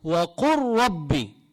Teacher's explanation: هنا اللام تضغم بالراء